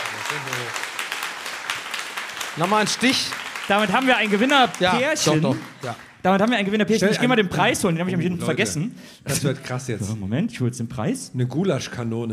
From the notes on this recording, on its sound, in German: Im Rahmen des SWR-Festivals in Mannheim aufgenommen.